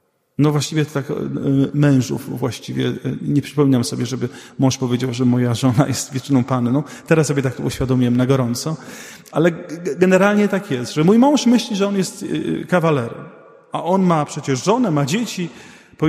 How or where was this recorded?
large echoing room